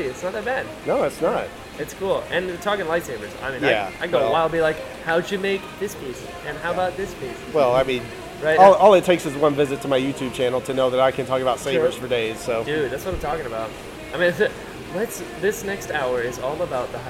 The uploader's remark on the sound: I apologize for the background noise/music/stuff. I was still getting the hang of the recorder at the time.